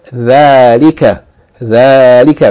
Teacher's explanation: it is pronounced with elongation as though there's an alif following the letter thal